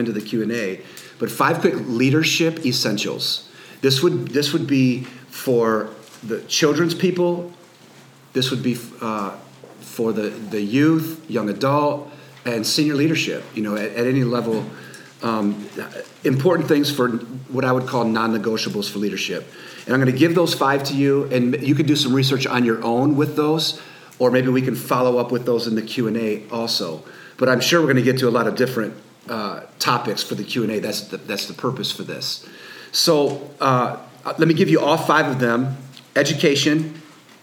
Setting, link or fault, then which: setting, live audience